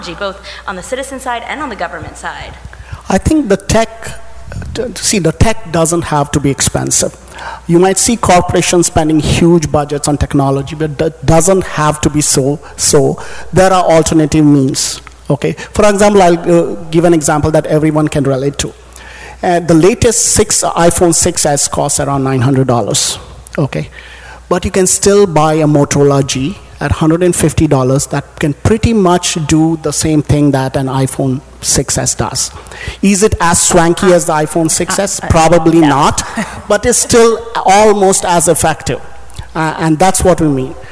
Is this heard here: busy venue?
yes